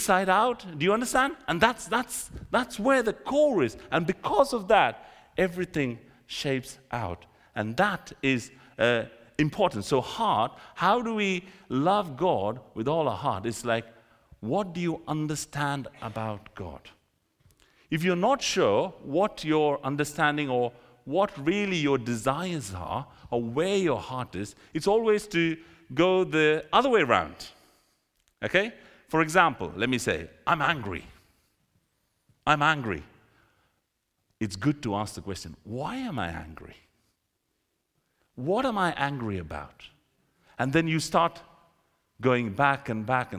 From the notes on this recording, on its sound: This sermon was recorded on Sunday 21st January 2024 at our Great Denham venue.